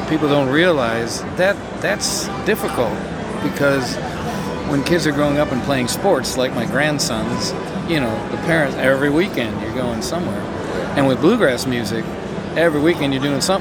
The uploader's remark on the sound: Live From IBMA 2022